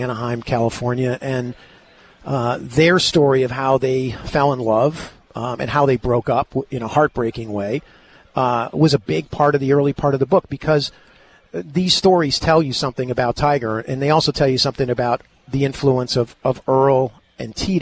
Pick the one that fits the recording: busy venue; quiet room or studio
busy venue